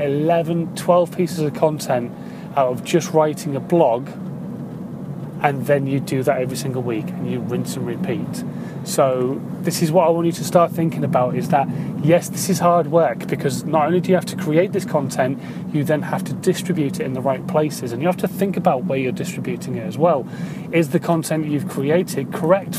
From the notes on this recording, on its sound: In My Car